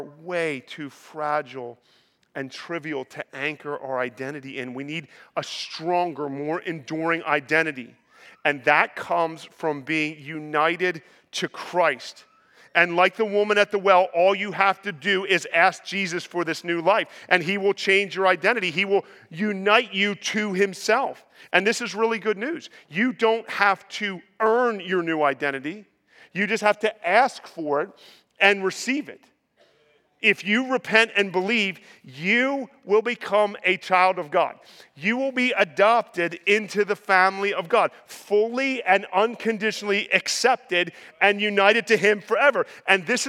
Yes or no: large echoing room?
yes